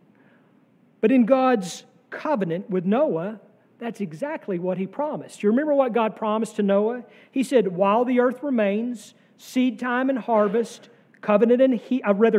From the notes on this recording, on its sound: sermon from our worship service on June 18, 2023